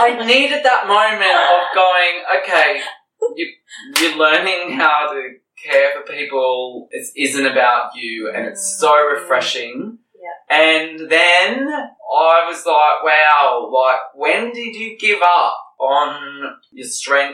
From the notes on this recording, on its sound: Apologies for the sound quality on this one guys, we recorded the ep in a hotel in Sydney and had a major technical fail, having to use the video sound as a backup instead.